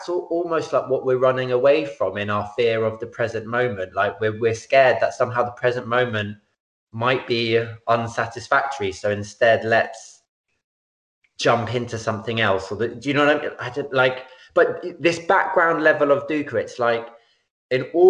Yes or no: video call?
yes